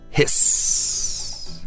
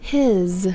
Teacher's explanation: how you pronounce an S is by hissing it, whereas pronouncing a Z is buzz · the first word in each pair has an S sound, and the second in the pair sounds like a Z